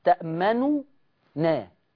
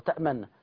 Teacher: الإشمام يرى بالعين ولا يسمع، أي أن عند القراءة لا يتأثر صوت النون بالشفة · Shown in: first take